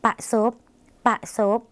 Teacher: รอเรือที่เป็นเสียงควบกล้ำในภาษาลาวไม่มีนะคะ